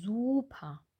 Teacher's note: Und am Ende bei super haben wir ein vokalisiertes R.